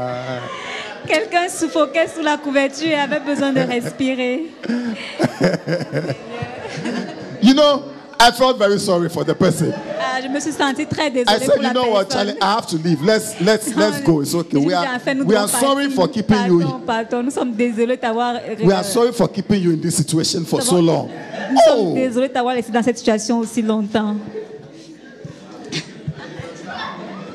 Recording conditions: live audience